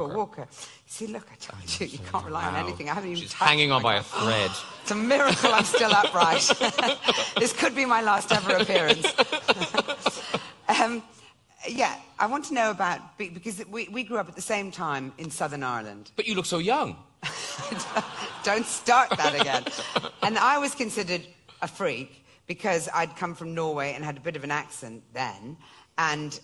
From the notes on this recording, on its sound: live at an evening event at the Cheltenham Literature Festival